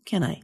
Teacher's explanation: The two small words, can I, sound like one word with two syllables